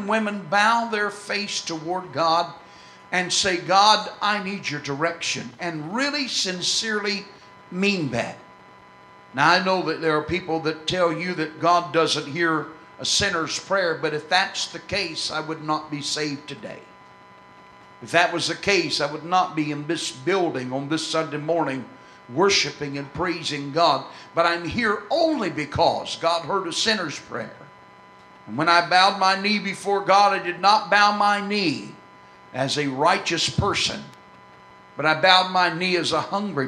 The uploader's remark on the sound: This excerpt was recorded on November 7, 2004 at First Apostolic Church in North Vernon, Indiana.